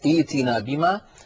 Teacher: نحول الهمزة الساكنة إلى ياء فتصير ائتنا بما.